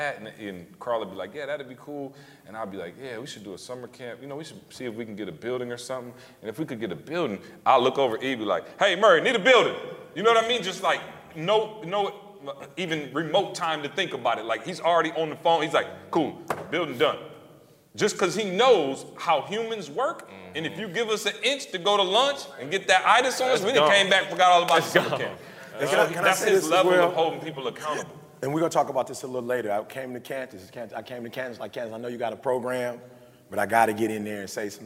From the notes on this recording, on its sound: Recorded their first live podcast in front of an audience last week. Live Q&A.